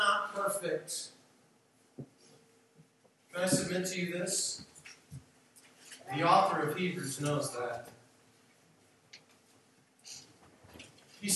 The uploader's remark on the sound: We apologize for the poor audio quality of this message recording.